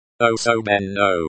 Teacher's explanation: Remember that the stress falls on the second syllable in osobinno.